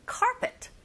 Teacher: 첫 번째 강세 주셔서 carpet 하시면 되고